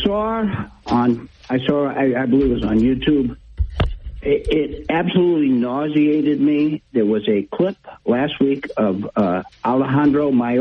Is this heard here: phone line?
yes